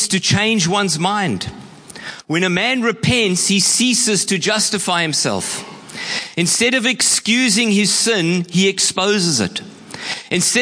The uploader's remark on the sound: Preached at Horsham Downs on 11/02/24.